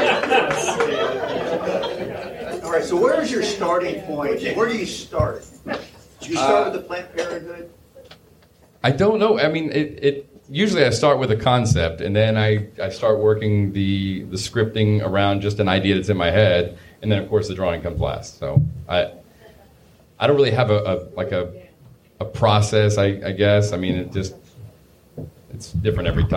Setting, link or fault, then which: setting, live audience